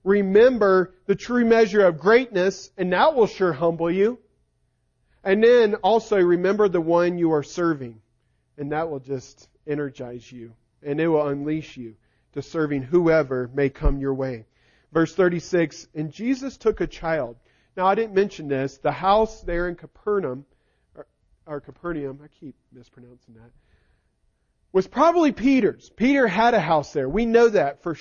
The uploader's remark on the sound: Recording of the sermon